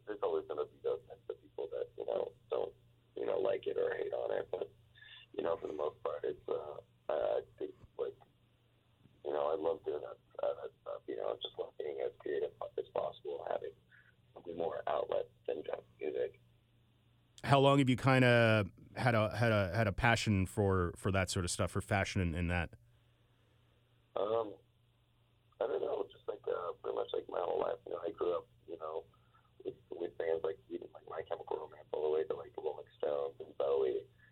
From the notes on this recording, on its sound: called